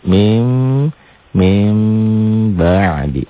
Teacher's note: Nun mati bertemu dengan ba iklab. Disertai dengan samar dan dengung.